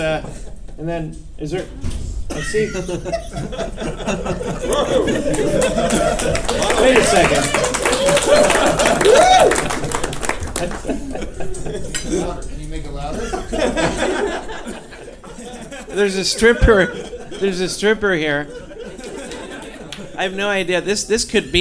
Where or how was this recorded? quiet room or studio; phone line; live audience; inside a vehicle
live audience